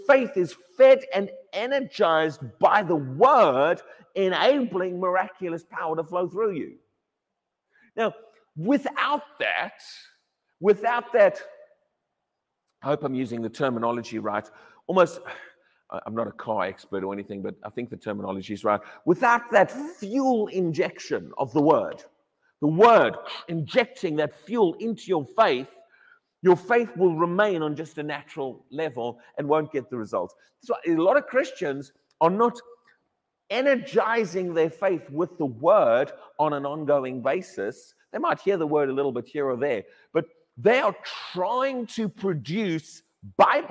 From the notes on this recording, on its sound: Sunday Morning Service 1 October 2023 - High Legh Church, Cheshire, U.K.